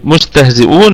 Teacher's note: قلنا الكلمة كلها مرققة، والميم في الدرجة الخامسة من درجات الغنة، ونراعي في السين الصفير والرخاوة.